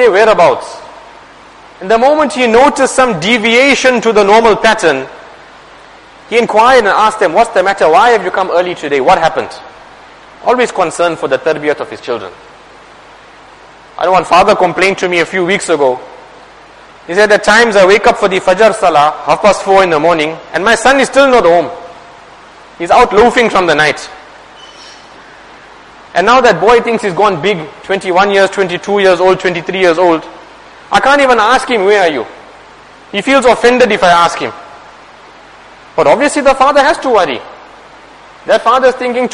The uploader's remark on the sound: Jumuah lecture